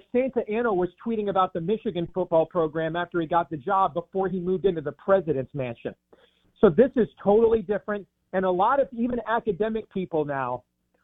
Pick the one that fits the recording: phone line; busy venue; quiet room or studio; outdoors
phone line